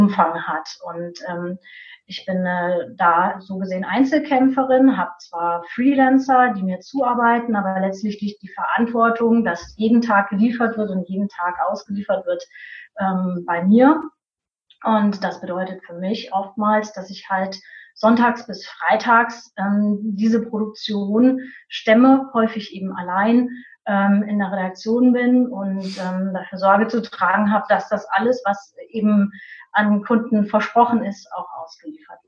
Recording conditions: video call